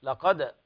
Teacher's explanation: بين القلقلة في القاف في الدال